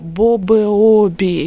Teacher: Чувствуете, как «б» взрывается на губах